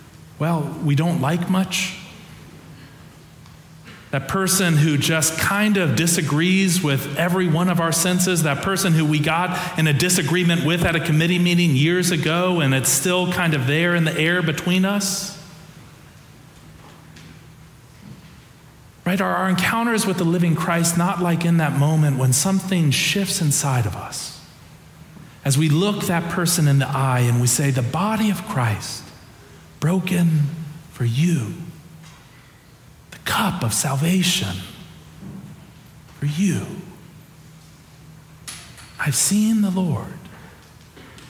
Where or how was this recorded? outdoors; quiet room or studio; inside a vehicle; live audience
live audience